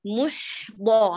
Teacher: أخذ الزمن الرخاوة والهمس، وأتي ببحة فيه، مستفلا منفتحا، وصوته واضح